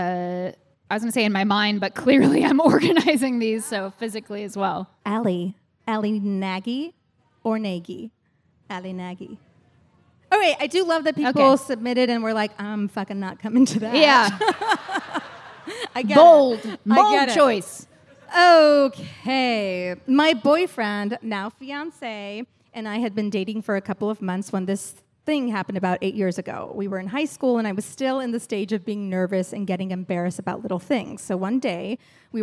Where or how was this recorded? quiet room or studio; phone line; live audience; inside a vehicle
live audience